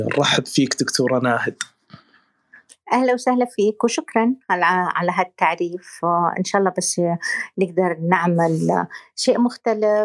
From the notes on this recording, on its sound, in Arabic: تسجيل لمساحة ابن رشد الأسبوعية على منصة تويتر